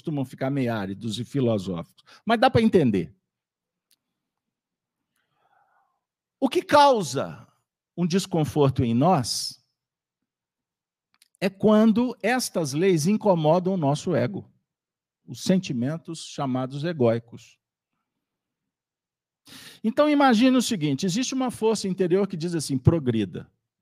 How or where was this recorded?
live audience